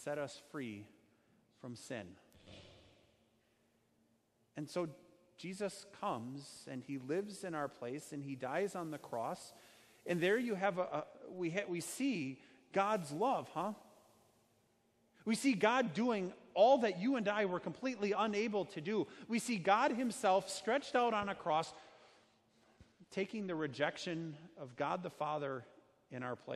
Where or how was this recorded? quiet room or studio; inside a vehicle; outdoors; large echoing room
large echoing room